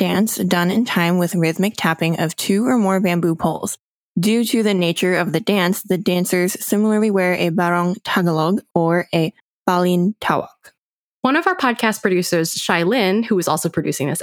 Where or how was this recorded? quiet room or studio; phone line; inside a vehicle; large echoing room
quiet room or studio